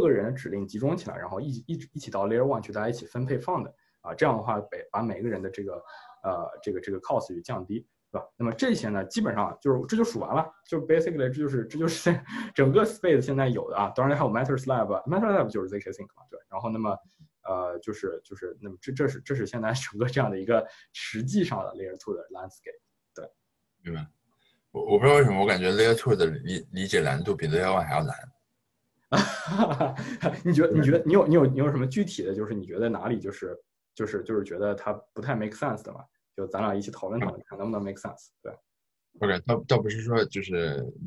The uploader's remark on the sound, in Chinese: 在zoom上远程聊了一次